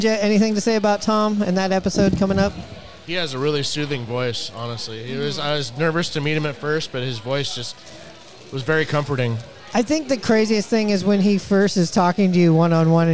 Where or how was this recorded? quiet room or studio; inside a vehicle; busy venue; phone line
busy venue